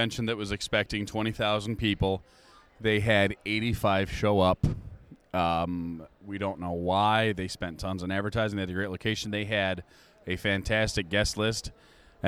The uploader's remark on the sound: At Lexington Comic Con.